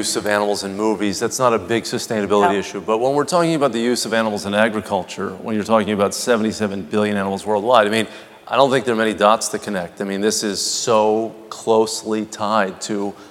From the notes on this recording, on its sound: The best of live interviews from GreenBiz events.